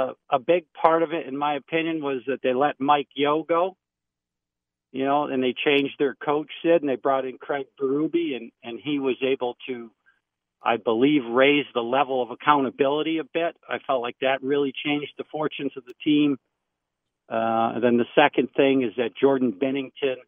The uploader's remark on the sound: The guys take your phone calls and talk all things sports.